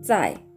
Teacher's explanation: 第4声上から下に急降下する音になります。在。そしてその次の文字は2文字で1つの意味を構成します。ワンシャン、ワンシャン。これでですね、あの漢字を見るとね、パッと見何の文字なのかわからないかもしれないんですが、最初の文字、これはですね、日本語での漢字では網という文字がデフォルメされてこんな形になってます。これはですね、あのー、まあ、網というとですね、要するにネットなんですよね。インターネットのネットという意味で、このインターネット関係ですね、えー、このワンという文字をね、結構使うことが多いです。あの、インターネットに関連してウェブサイトというふうに言ったり